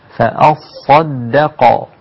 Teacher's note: طيب خلي بالك هنا الدال وقعت بين الصاد المفخمة والقاف المفخمة أيضا، والدال رقيقة مع أنها مشددة ومفتوحة، والفتحة قلنا مظنة التفخيم، لكن أنت لازم تراعي الترقيق لحرف الدال بين هذين المفخمين، فأصدق وهكذا.